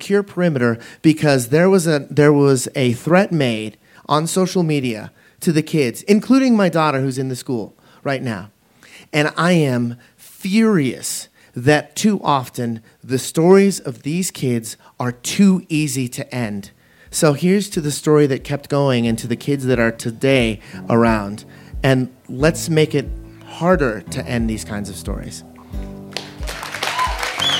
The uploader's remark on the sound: This story was recorded live on 21 February 2018 in Denver, Colorado.